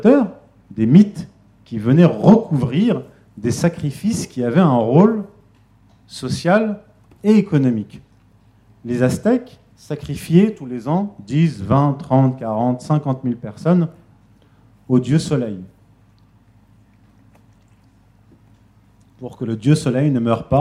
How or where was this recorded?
live audience